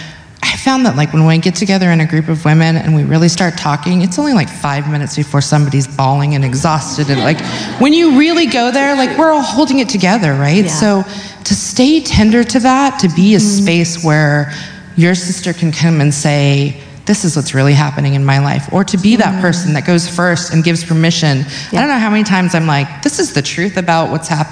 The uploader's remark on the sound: SIH Live Event recording 2020